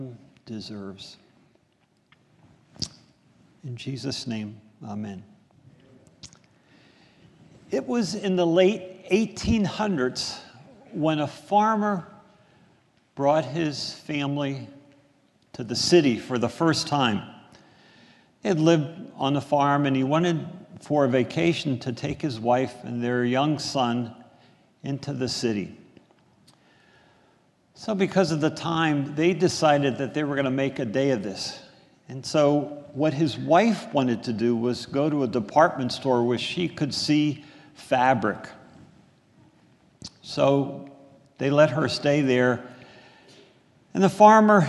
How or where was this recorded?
large echoing room